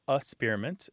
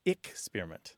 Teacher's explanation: some people kind of skip the K sound and they say experiment · Shown in: first take